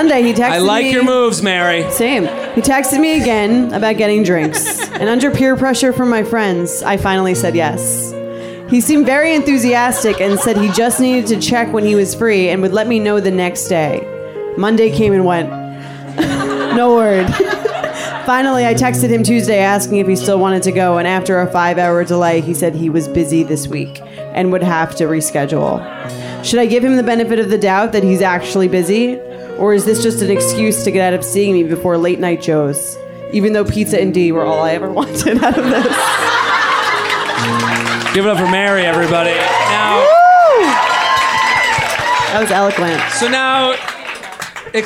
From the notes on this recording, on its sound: Live at the Comedy Cellar. Take letters and play games in front of a sold-out crowd at NYC's legendary Comedy Cellar.